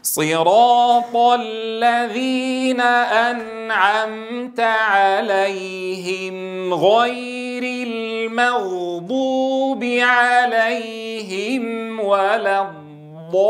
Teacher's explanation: انتبه إلى الاستطالة عند الضاد الساكنة